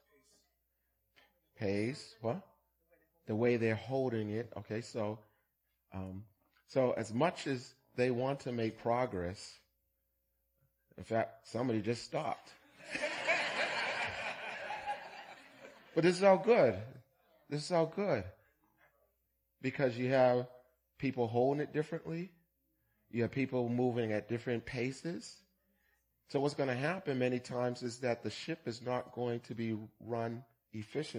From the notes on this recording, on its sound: Recorded on 2016-11-20 at the 08:30am Service.